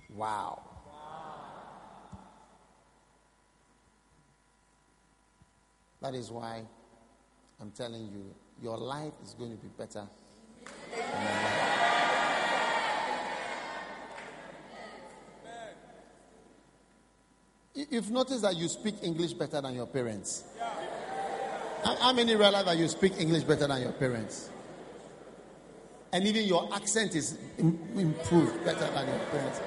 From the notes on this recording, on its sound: Preached at the First Love Church.